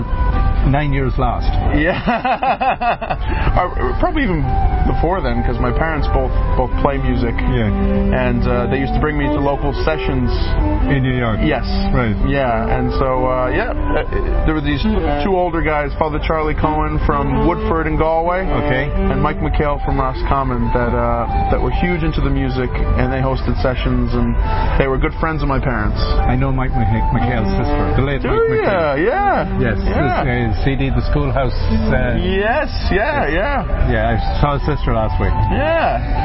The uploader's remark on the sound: interviews recorded at the All Ireland Fleadh 2017 in Ennis Co Clare